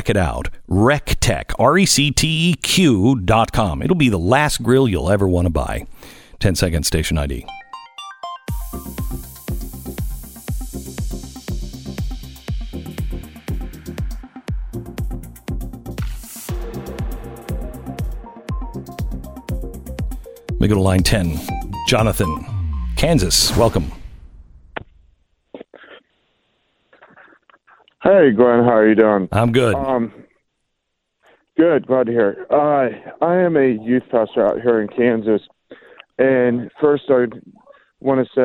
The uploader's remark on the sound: Opens up the phone lines to hear from listeners about what they’re seeing in their own lives.